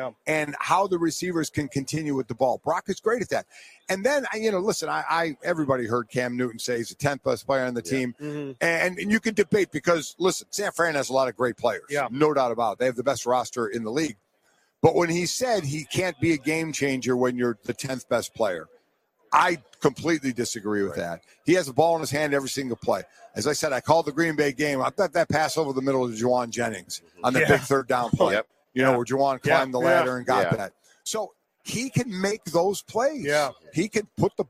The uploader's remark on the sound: RADIO ROW FRIDAY continues LIVE from Las Vegas!